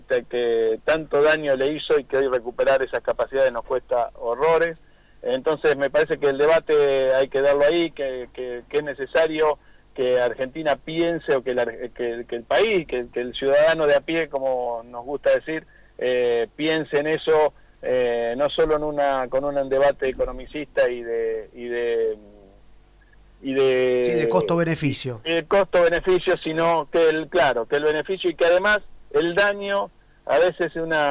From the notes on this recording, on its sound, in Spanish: Entrevista telefónica